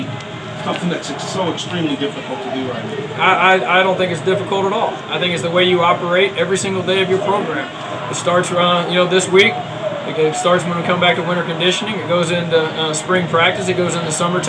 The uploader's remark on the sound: Press Conferences & Post-Game Interviews.